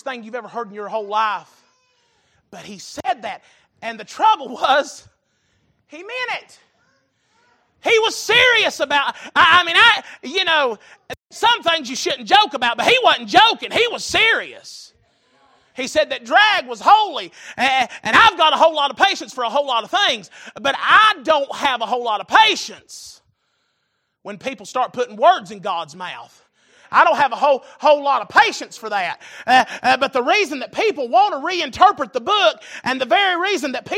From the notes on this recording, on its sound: Recorded April 5, 2023 - Wednesday Evening Service